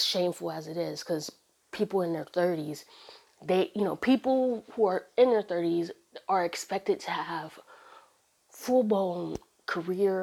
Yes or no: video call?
no